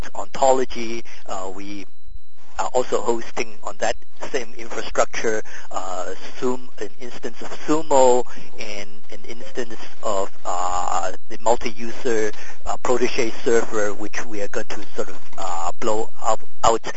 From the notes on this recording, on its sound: This is be a virtual session conducted over an augmented conference call.